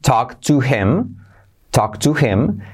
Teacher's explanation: talk to him, talk to him, se salta la H. Generalmente nadie en los antiguos dicen talk to him, sino talk to him, ¿sí?